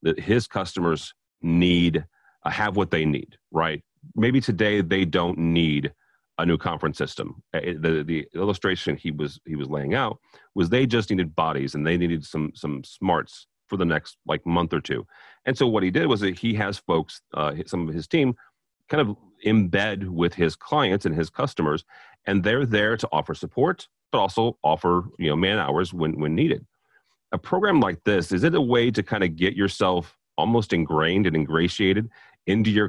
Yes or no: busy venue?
no